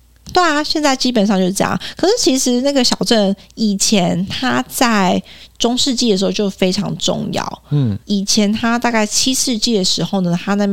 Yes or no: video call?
no